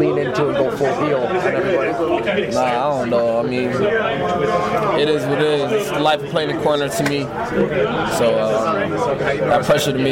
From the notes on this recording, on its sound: here is some sound from the Bengals locker room